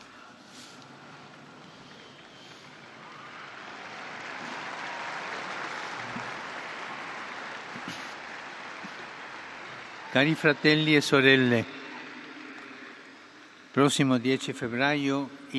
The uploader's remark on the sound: PETER'S SQUARE, RECITATION OF THE ANGELUS PRAYER